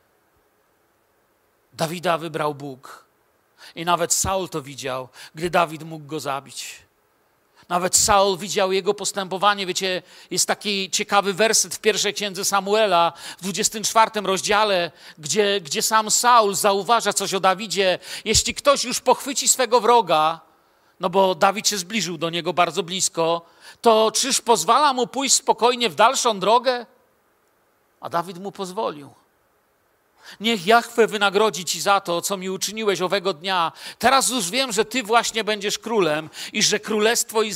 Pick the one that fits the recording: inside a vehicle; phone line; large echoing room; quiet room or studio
large echoing room